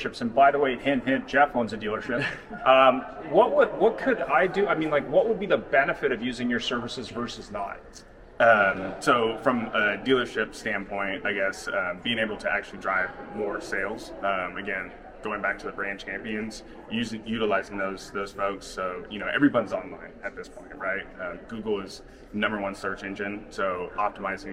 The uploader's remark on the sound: at the Driving Sales Conference in 2022, live.